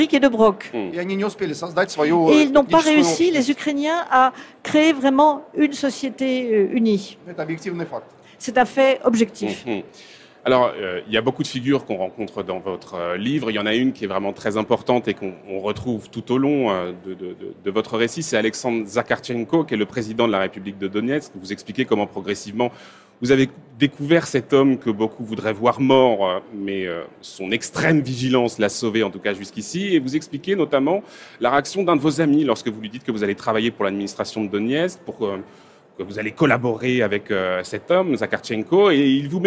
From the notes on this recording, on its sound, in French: En direct du Salon du Livre